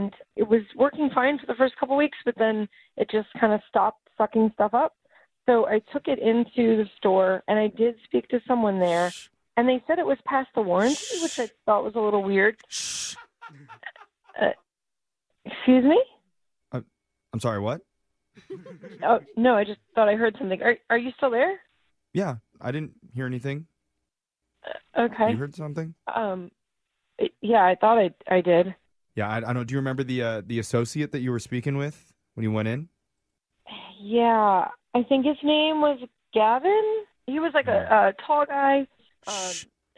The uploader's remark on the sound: Keep someone on the line while he's clearly distracted.